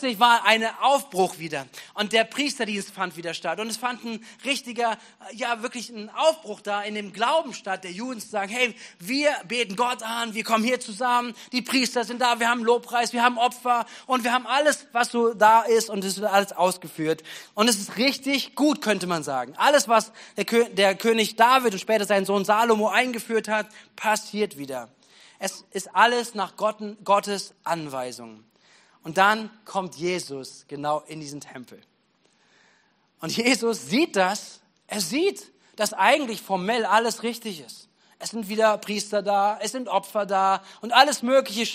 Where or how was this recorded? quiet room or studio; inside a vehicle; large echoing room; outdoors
large echoing room